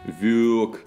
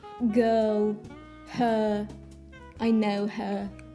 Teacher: этот звук больше на шва похож, чем на русское ё